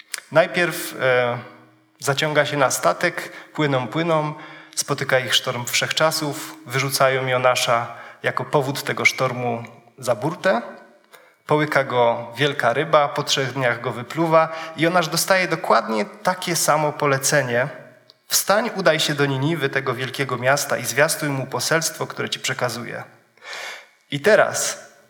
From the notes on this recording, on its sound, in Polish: Wykład zarejestrowano w trakcie konferencji młodzieżowej "Trudne sprawy", która odbyła się 26 listopada 2022, w Gminnym Ośrodku Kultury w Pawłowicach.